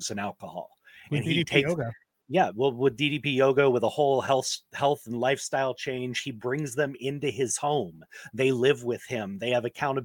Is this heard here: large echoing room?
no